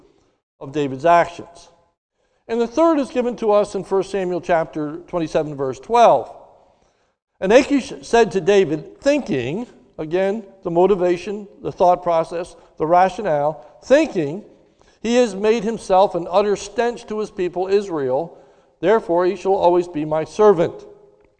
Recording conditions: large echoing room